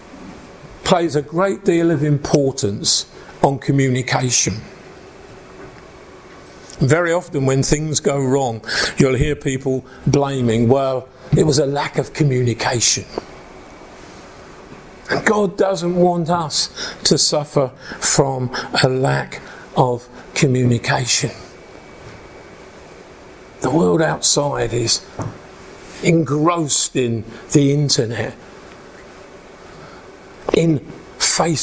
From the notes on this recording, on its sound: preaching at an Encounter Night Service at Ashingdon Elim Church